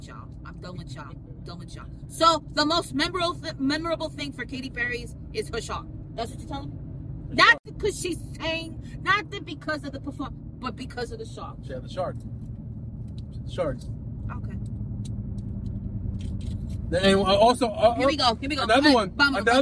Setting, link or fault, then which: setting, inside a vehicle